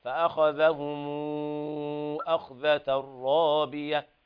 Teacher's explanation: فخم الخاء في قوله فأخذهم أخذة. الخاء في الموضعين حكمها التفخيم